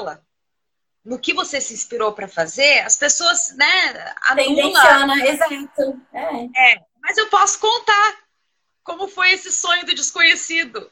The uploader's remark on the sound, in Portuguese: Live ocorrida no Instagram